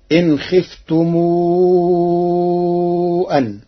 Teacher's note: قرأ ورش كلمتي خفتم أن بصلة ميم الجمع مع المد